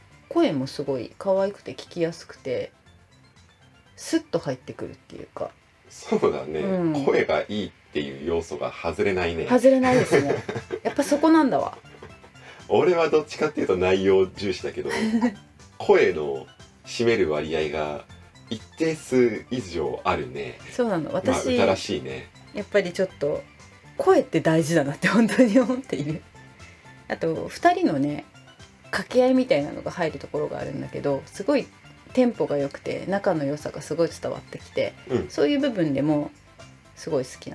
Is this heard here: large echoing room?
no